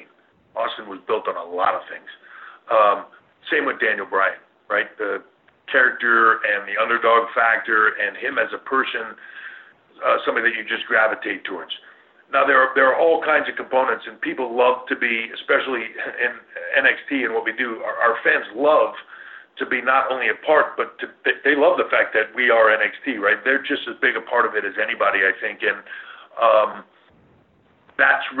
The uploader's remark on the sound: pre Takeover Conference call